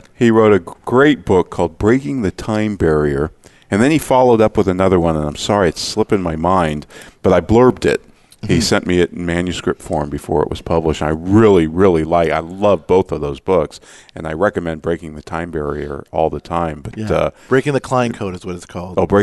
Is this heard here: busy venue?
yes